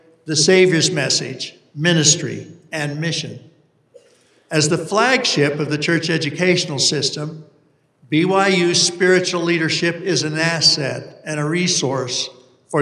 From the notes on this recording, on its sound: delivered this university conference address on August 28, 2023